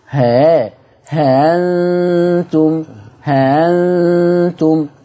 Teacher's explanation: الهمزه المسهله حرف فرعي مش هاء خالصه